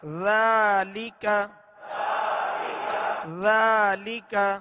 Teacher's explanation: ذال کو نرمی کے ساتھ ادا کرنا ہے اس میں بالکل سیٹی کی آواز پیدا نہ ہو